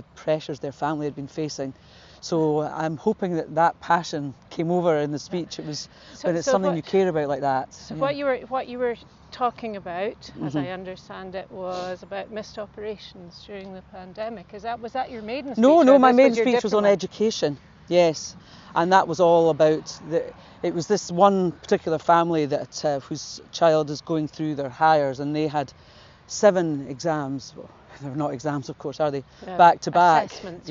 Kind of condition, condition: setting, outdoors